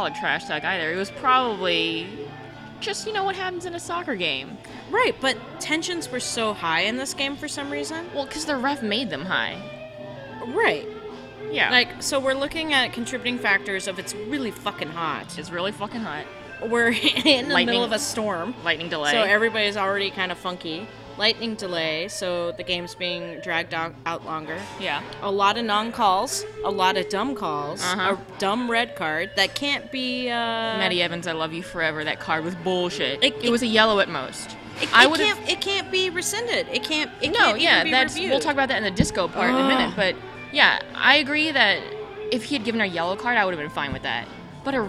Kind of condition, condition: setting, busy venue